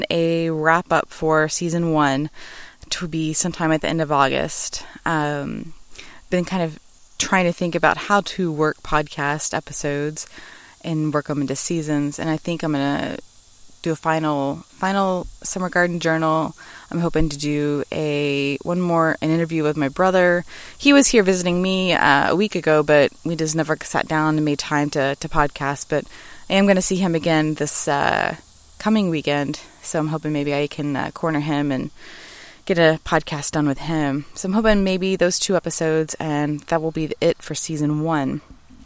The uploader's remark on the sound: Live from My Backyard